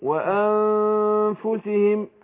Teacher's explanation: الفاء طبعا قلنا بتخرج ببطن الشفه السفلى مع الثنايا ايه مع اطراف الثنايا العليا